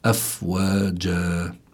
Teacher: ومد مقداره حركتين، هذا بيدخل يعني تحت المد الطبيعي، لكن اسمه مد العوض، مد العوض لأنه عوض عن التنوين بالألف.